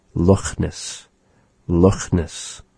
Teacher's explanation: It is sort of a raspy sound resembling that of the H sound.